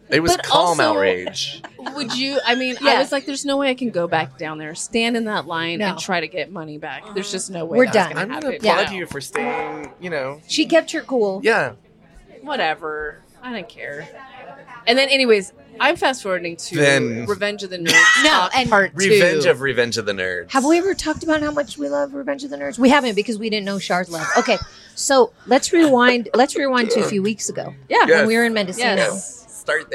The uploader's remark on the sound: We're on location at a place that's very near and dear to our hearts, the Reno Public House. We're In Reno! We're on location at a place that's very near and dear to our hearts, the Reno Public House.